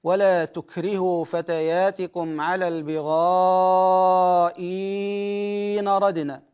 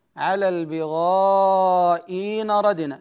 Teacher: يجوز لنا الإبدال حرف مد مع الإشباع · Shown in: first take